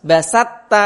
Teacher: To-nya masih basatta. Kalau diidghamkan secara sempurna, maka to-nya hilang betulan.